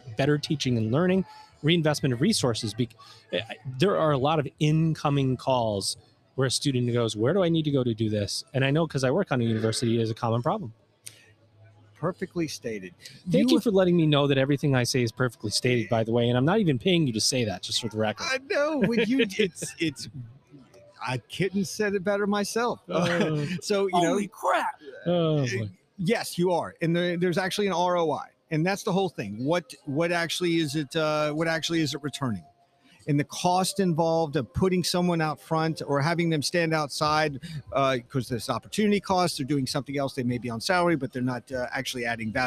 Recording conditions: busy venue